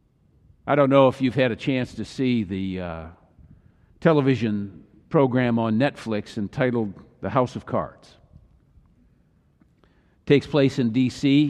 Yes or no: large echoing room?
yes